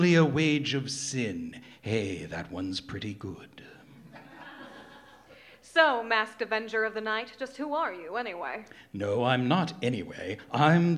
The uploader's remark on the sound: Recorded live at the Know Theatre of Cincinnati, Ohio.